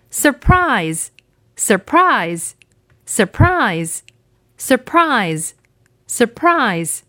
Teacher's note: 那么这个词呢，我们发现重音是在后面的